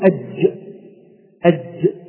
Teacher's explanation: والجيم تخرج من وسط اللسان كما قلنا إلى الداخل